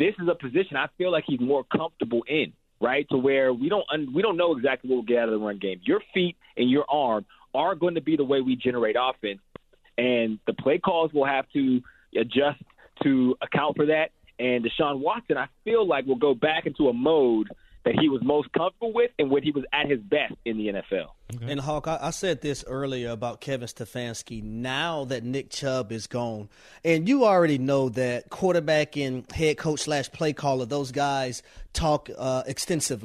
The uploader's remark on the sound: open the phone lines